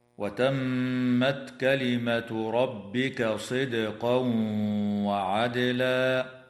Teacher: الميم المشددة في كلمة وتمت يجب أن تغن بمقدار حركتين وصلا ووقفا، والدال الساكنة في قوله تعالى صدقا وعدلا يجب أن تقلقل في حالتي الوصل والوقف